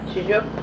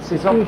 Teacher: Some people pronounce it more like a sh. And some people pronounce it more like a s.